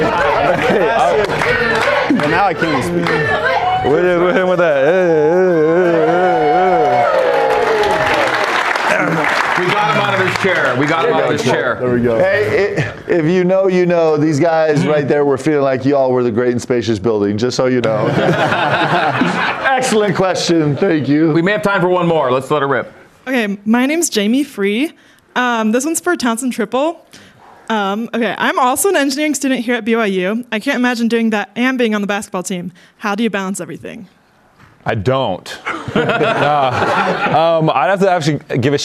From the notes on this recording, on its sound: a live audience